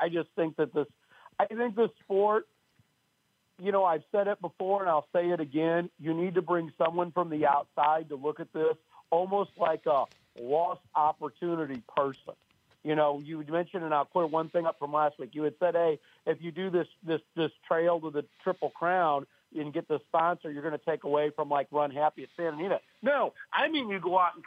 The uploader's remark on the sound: HRRN’s Brisnet.com Call-in Show